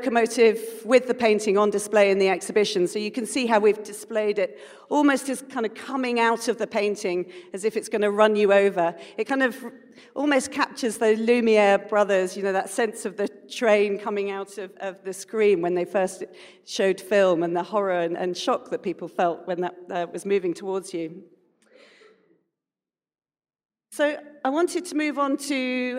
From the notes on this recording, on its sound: A live session from #JaipurLitFest2020.